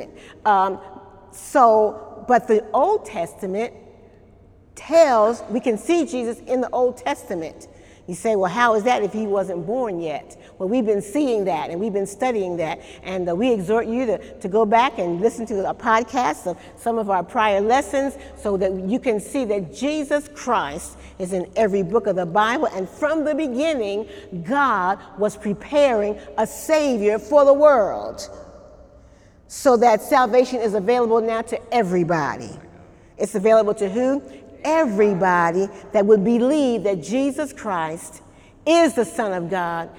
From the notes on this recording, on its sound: During Wednesday night service on September 26, 2018